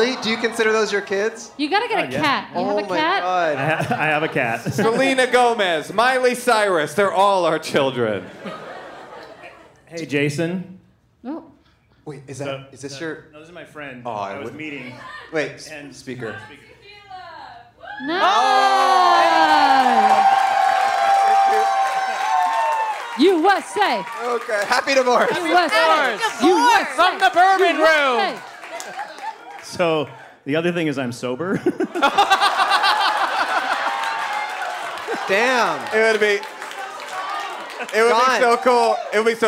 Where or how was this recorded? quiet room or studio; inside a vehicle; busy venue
busy venue